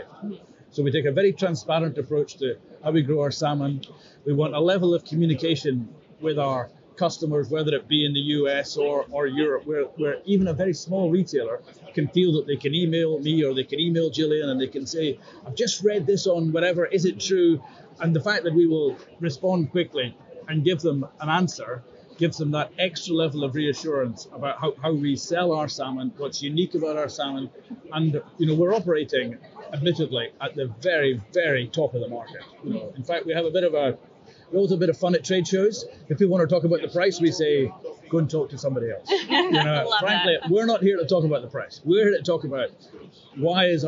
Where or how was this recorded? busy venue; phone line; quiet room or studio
busy venue